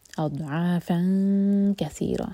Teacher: Again दौल पर इस्तेताला किया जाएगा, यहाँ झटका ना आए. और आइन को हलक से